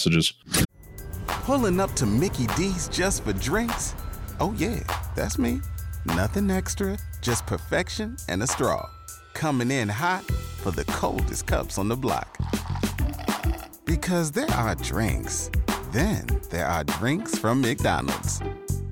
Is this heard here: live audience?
no